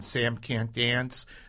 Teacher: There could be the nasal A before the M or the N